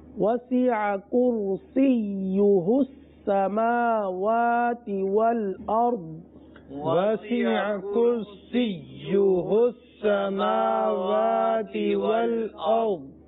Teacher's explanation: یا پر تشدید ہے اور یا دو مرتبہ پڑھا جائے گا. سی یو کرسیہس اس طرح ادائیگی کریں گے.